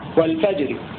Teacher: والإتيان بثلث حركة في حالة الوقف، والفجر بصوت خفي يسمعه القريب دون البعيد · Term: الروم